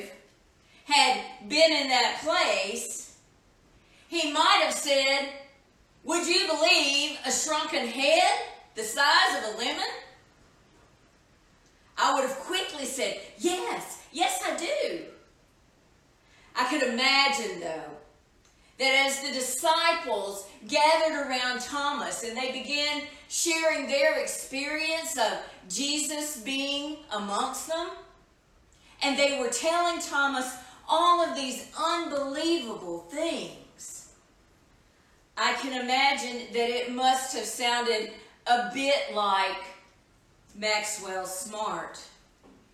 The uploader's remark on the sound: Edited version of live worship service from April 19, 2020